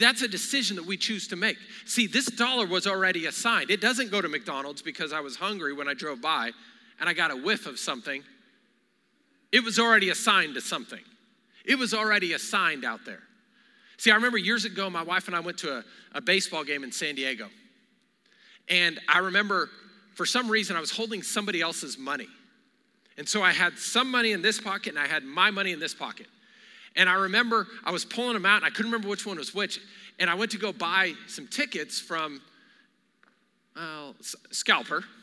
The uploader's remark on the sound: Recorded live during our Wednesday night service